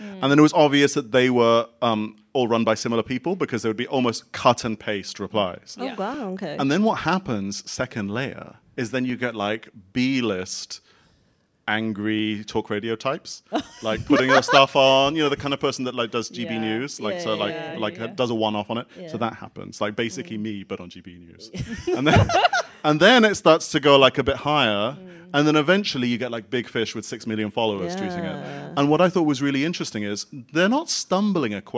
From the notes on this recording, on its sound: London Podcast Festival LIVE. Recorded in front of a live studio audience as part of the London Podcast Festival.